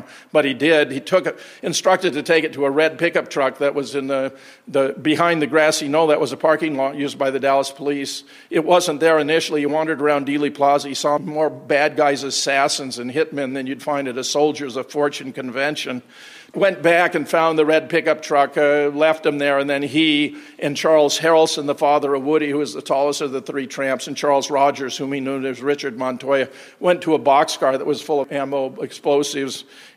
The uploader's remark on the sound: keynote presentation at the JFK 50th Commemoration hosted by the Oswald Innocence Project